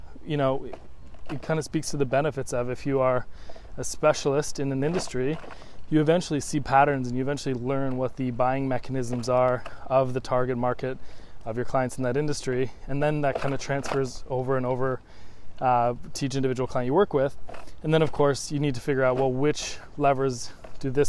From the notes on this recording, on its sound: I recorded this quick audio while walking outside. The audio isn't great. I realize it can bug people to listen to low-ish quality audio.